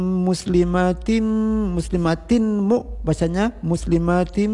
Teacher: walaupun tidak ada tanda tasdid di atas mim, tetap kita dengungkan, tetap namanya dengan idgham bi gunnah.